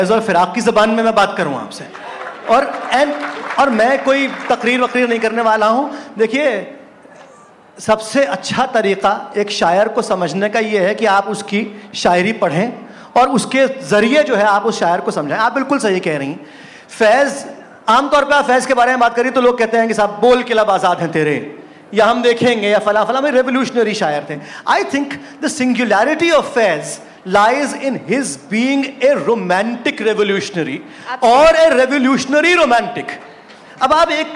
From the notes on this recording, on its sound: A live session from #JaipurLitFest2020.